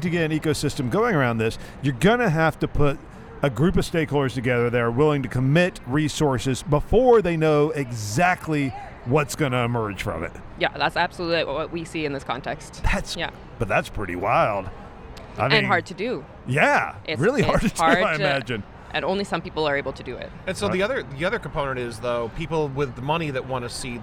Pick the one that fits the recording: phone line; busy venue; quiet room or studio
busy venue